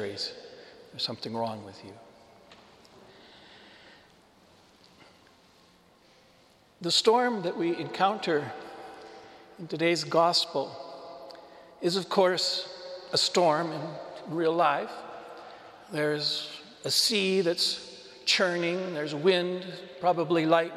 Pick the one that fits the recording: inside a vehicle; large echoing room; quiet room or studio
large echoing room